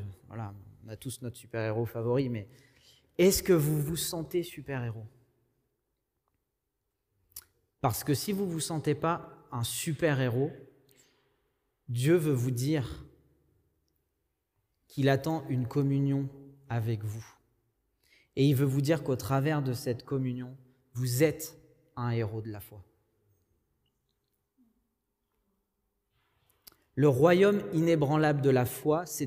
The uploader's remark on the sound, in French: Enregistré à l'église CVV, le 06/06/2021